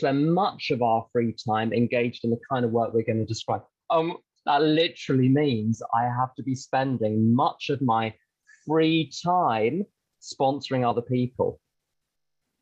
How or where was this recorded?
video call